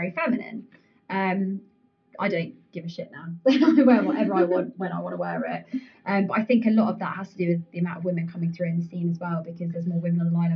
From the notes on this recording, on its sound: At The Ministry in partnership with Moving The Needle and Getahead ! We had some technical difficulties with recording this episode.